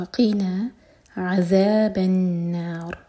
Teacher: وقینا عذاب النار، عین حلق سے اس کے بعد ذال، اور آخر میں را ساکن کریں گے تو را ہیوی ہوگا